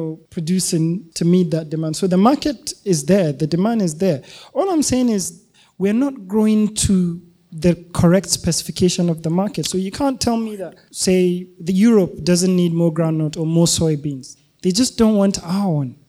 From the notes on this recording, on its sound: This was a live podcast with an audience